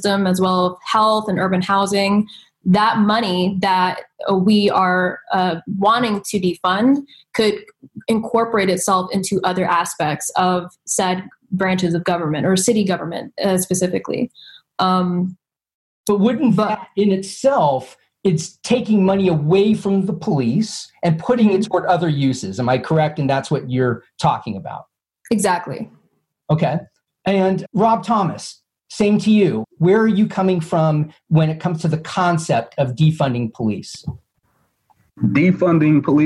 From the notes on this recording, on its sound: Blue Ridge Public Radio hosted a live Zoom panel